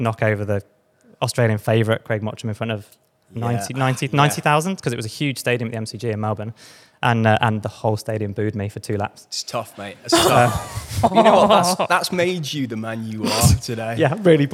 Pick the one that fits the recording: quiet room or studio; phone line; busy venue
busy venue